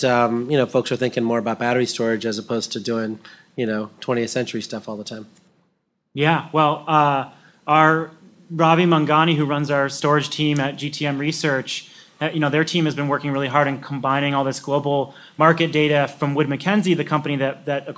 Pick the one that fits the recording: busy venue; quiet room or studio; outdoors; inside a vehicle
busy venue